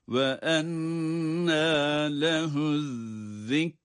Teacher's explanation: Ezzikra kelimesindeki zal harfi de peltek okunmalıdır.